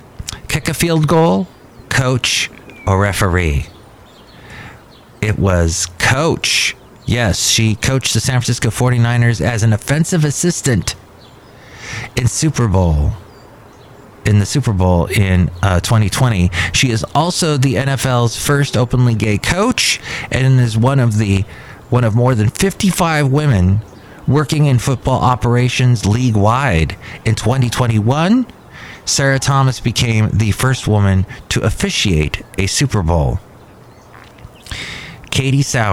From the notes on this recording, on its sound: podcasts live from Cafe Anyway